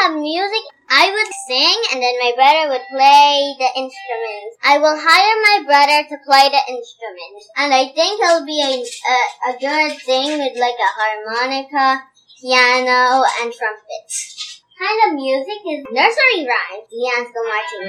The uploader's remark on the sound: Please excuse the various background noises on this episode as we tried our best to remove the AC sounds (recorded during a heatwave)